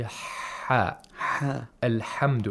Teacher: ha is pronounced from deep in the throat, from the pharynx. The pharynx wall is narrowed down · Term: buha